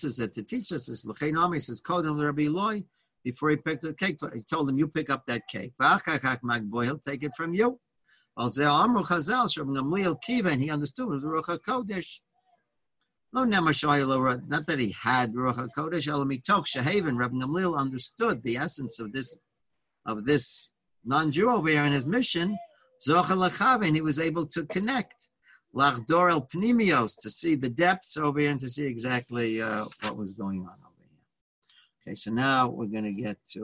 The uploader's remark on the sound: Live On Zoom